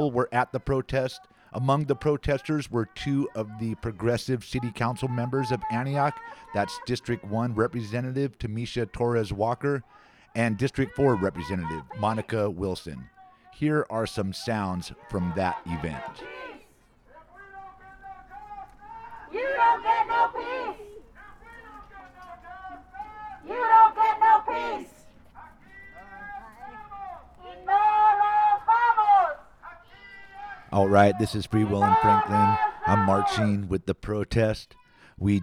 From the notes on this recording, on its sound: Tonight on Full Circle, First Voice takes it to the streets of Antioch in East Contra Costa County. Sounds from a housing rights protest at the Delta Pines apartments in Antioch.